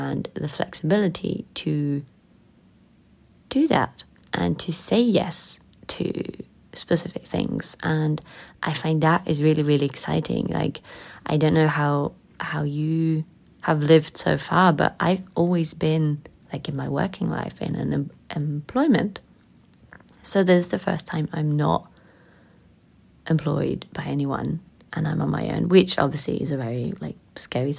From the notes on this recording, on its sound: The technical set up is still not the best and out of emergency I recorded this episode with my phone.